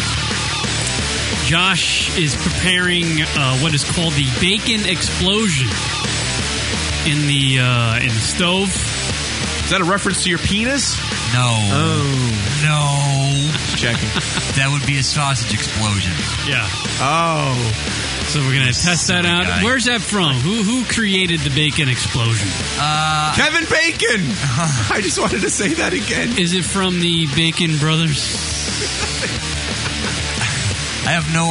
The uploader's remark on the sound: Open phone lines, Drunk Calls.